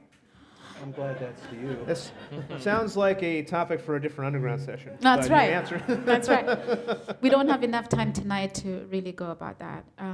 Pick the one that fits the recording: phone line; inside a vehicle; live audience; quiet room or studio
live audience